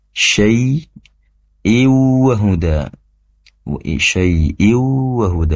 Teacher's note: di situ ada tanwin bertemu dengan waw, tentunya idgham bigunnah masuk seraya mendengung